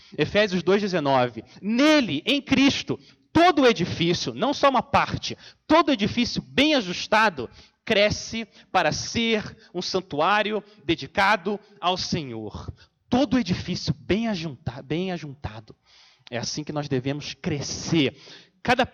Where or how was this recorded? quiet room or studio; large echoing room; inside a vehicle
large echoing room